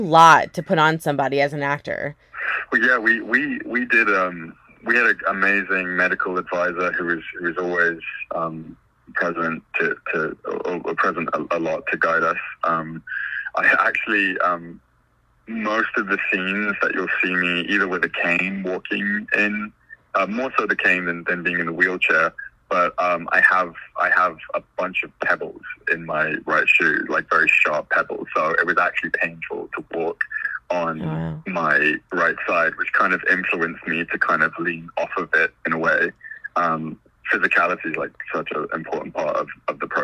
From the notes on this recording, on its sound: This interview was done over the phone